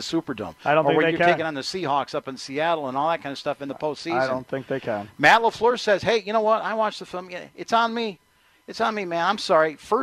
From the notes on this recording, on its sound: We are live at Blain's Farm and Fleet on 6th and Rawson in Oak Creek for our 13th annual WSSP FAN Toy Drive.